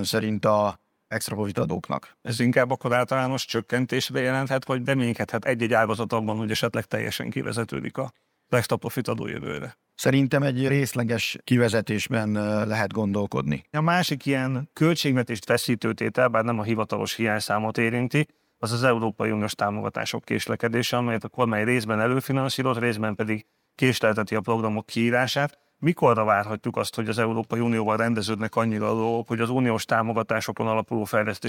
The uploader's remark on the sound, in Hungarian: A mai műsor rendhagyó, mivel azt a Portfolio Hitelezés 2023 konferencián rögzítettük.